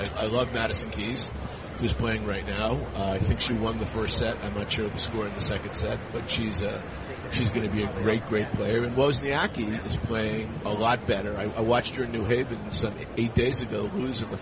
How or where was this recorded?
busy venue